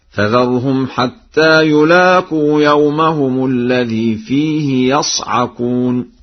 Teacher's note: قرأ ورش الفعل يصعقون بفتح الياء هكذا: فذرهم حتى يلاقوا يومهم الذي فيه يصعقون.